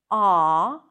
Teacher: This sound is an open back vowel sound. To make this sound, you want to drop your jaw